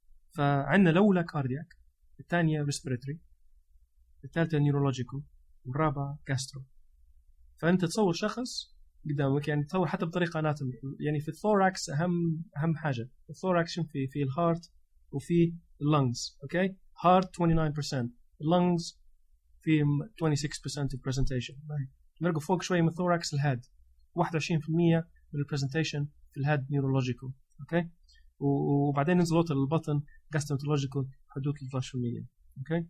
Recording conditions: poor sound quality